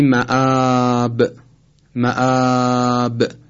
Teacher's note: مآب حرف با کسره داره اما وقتی وقف میکنیم ساکنش میکنیم. به این سکون میگن سکون عارضی، به این مد میگن مد عارض، مد عارض للسکون.